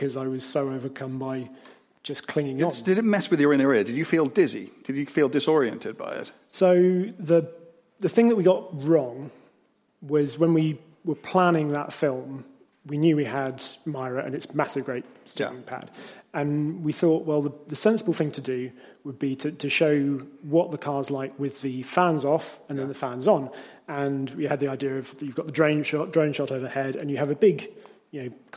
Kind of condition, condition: setting, live audience